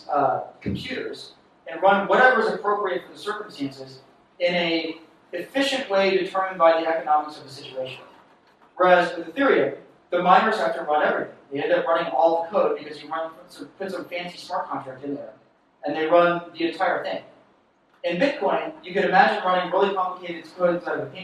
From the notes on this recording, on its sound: from the unwritten meetup in New York City at The Farm coworking and event space in SOHO